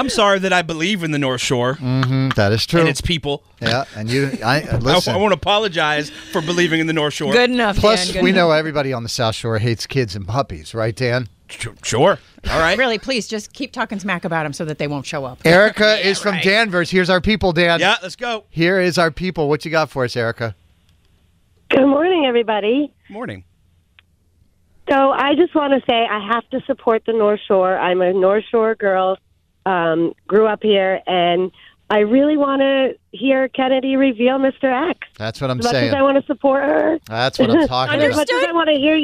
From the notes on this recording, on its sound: People called in to suggest punishments for the loser!